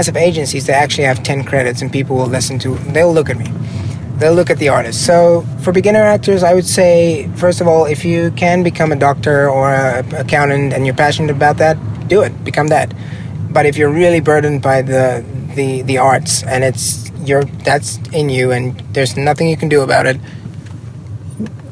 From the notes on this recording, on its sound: (in a car!). Trying to find a parking spot in New York!